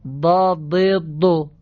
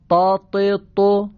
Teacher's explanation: زاد دندانیست، تا لثه‌ایست